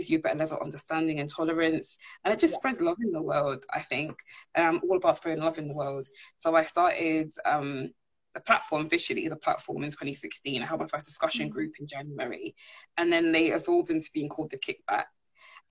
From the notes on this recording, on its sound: live Instagram interview